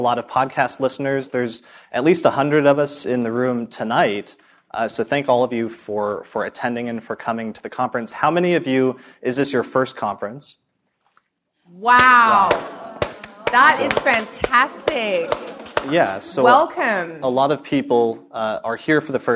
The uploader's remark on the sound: Live Podcast Event at United Astrology Conference 2018. A live podcast discussion that was recorded in front of an audience at the United Astrology Conference in Chicago. This was our first time hosting an event like this, or recording an episode of the podcast in person in front.